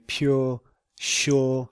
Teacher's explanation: a lot of modern speakers would just use or rather than ua. So they would say pure, sure.